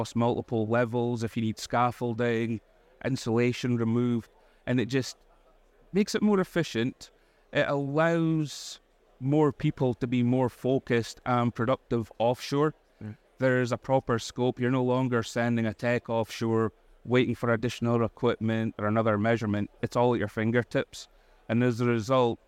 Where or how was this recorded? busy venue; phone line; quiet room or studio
busy venue